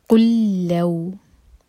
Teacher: لام کا ادغام ہے، ادغام متماثل، ایک لام پڑھا جائے گا اسٹرانگ. قل لو قوف دوما کے لیے ہمارے ہوٹ کل ہوں گے، لام پر جب پہنچیں تو ہوٹوں کو پھیلا لیں.